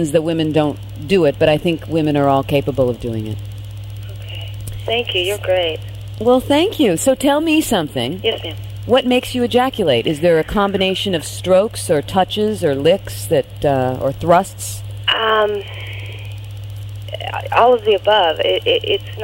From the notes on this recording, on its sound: This is a caller on my Saturday night live show.